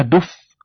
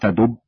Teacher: فالفاء حرف احتكاكي والباء حرف انفجاري، مع أن كليهما يخرج من بين الشفتين. فإذا نطقنا كلمة دب مثلا نجد أن الباء لا يمكن أداؤها إلا بإغلاق محكم متلو بانفجار، بخلاف قولنا دف، والحكم في ذلك هو وقوع الحرف ساكنا بعد حركة ونطقنا به.